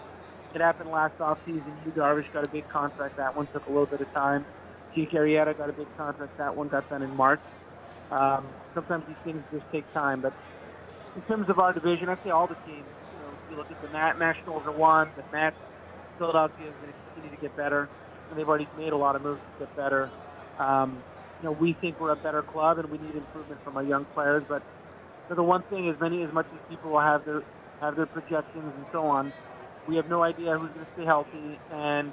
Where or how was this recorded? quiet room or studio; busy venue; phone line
busy venue